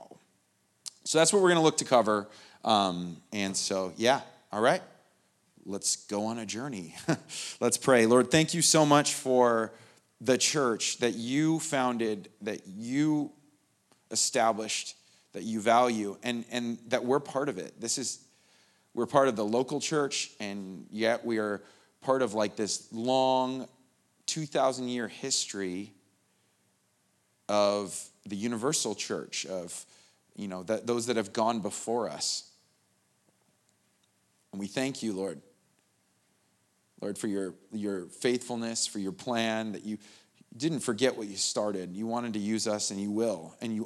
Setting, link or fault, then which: setting, large echoing room